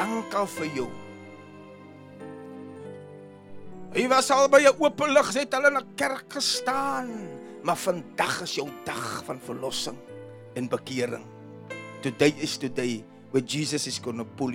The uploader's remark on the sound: Preached at Jesus The Answer Outreach, The Hague, Delft on the 12th November 2023